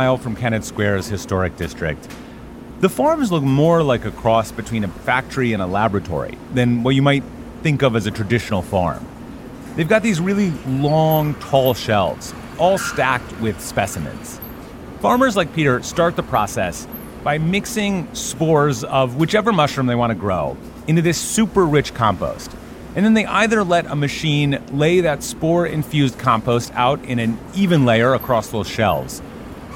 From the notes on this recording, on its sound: Just an hour west of Philadelphia, there’s a charming town in Pennsylvania. We visit during the town’s annual festival and check out the mycelium madness.